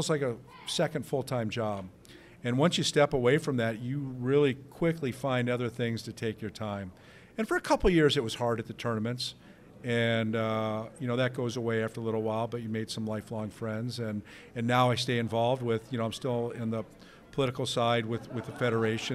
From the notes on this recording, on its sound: Recorded live from Wisconsin Dells at the Wisconsin Think Tank and Water Ski Convention.